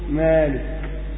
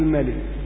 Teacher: فلذلك المد الطبيعي هو إثبات الألف، المد الطبيعي هو إثبات الألف، فإن قل زمن الألف صارت فتحة فحسب ملك، زاد عن المقدار وضح مالك، هذه زيادة.